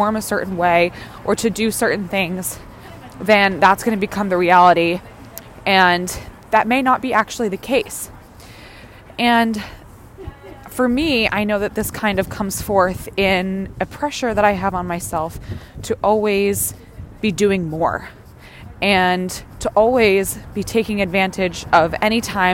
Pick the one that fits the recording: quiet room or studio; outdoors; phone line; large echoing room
outdoors